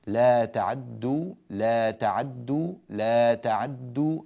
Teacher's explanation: أنت جئت تسرع في القراءة وتأكل الكلمة كاملة مختلسة، لا، هذا غير صحيح. العين فقط، خفض الصوت في العين مع الإسراع فيه